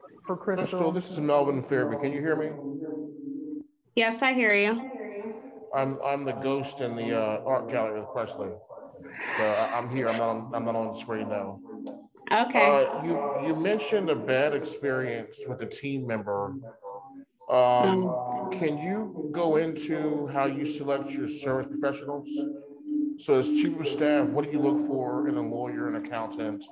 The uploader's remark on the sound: Investors Gallery is a live Zoom open to the public